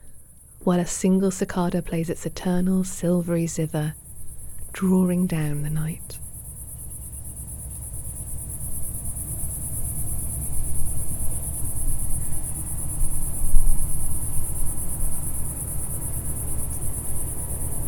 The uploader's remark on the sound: The song of a cicada in a French garden. A weekly audio postcard from the countryside.